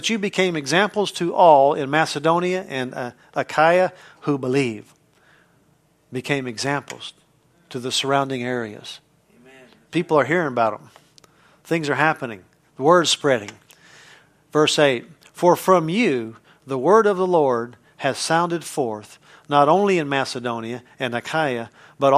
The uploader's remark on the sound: from the Wednesday service on June 28, 2023 at Harvest Bible Church in Stockton, CA